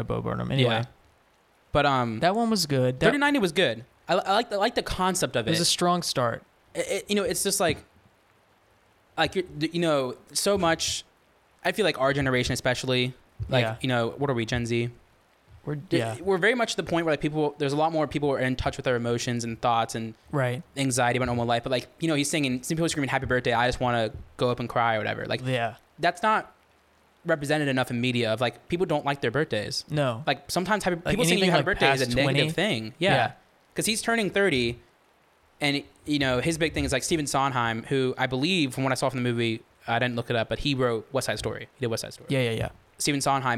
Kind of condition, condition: fault, background noise